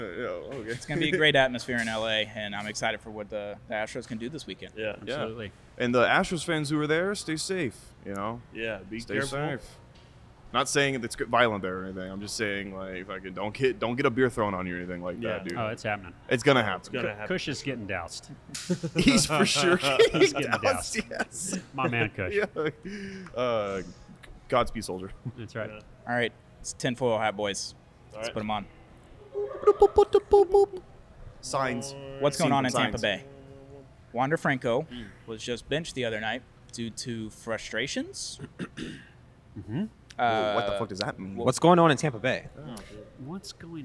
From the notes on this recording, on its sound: In this episode, the boys are live at Houston TX Hot Chicken